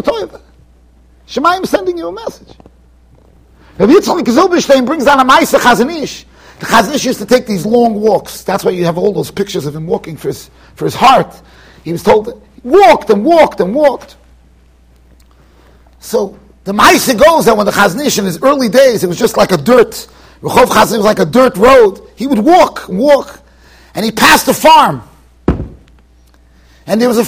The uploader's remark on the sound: Shiur recorded in Yeshivas Ohr Reuven, Monsey NY.